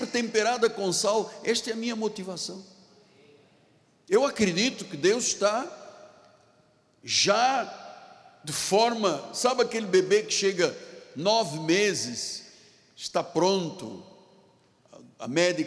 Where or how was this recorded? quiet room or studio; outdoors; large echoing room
large echoing room